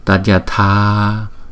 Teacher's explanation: Còn chữ A không có dấu gạch ngang trên đầu, chúng ta đọc là A, A là một nhịp. Còn chữ A có dấu gạch ngang trên đầu, chúng ta đọc hai nhịp.